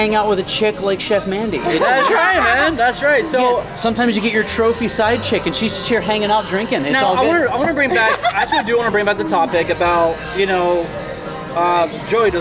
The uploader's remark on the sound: Live from GameTime Ocoee Florida